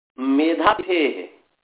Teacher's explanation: मेधातिथेः जो है इसको आद्युदात हो गया, अर्थात मेधातिथेः में भी मे जो है, मेधातिथेः में जो मे है इसको उदात्त हो गया है